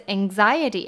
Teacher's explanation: 那它前面的 an 发 ng 的音，那碰到 x 这边呢有一个 z 的音在 anxiety